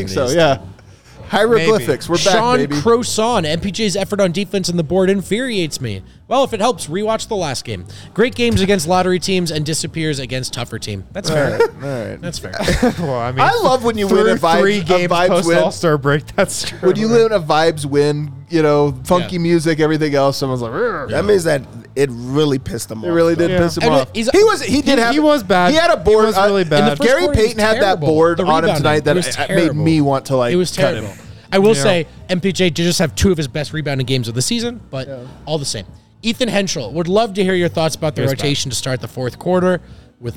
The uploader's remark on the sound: come to you LIVE from the DNVR Bar